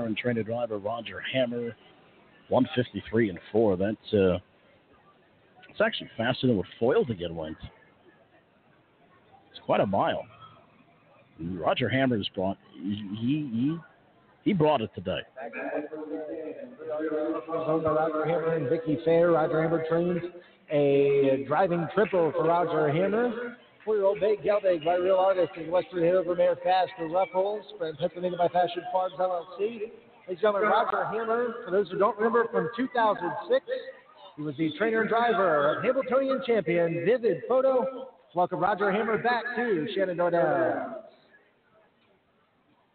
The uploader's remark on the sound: Live from Shenandoah Downs! Elkton, MD. Calling the action from the historic facility.